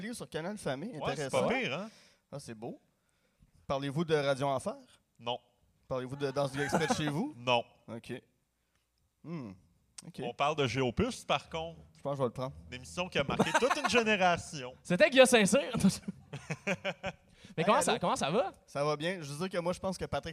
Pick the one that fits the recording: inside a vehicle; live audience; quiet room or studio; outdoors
live audience